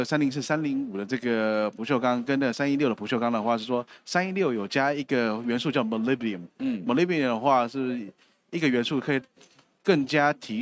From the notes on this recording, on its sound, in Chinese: 本集節目搭配2023年台灣國際扣件展（FASTENER TAIWAN 2023）5月3日至5月5日在高雄展覽館現場錄製